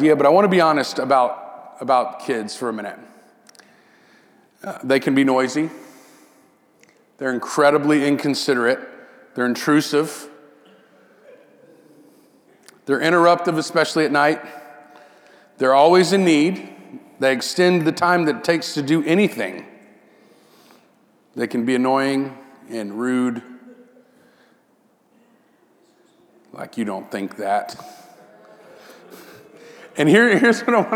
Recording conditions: large echoing room